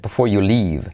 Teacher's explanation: puedo saltar la R